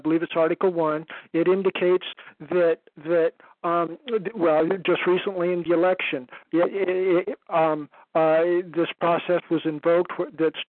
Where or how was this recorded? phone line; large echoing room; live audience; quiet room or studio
phone line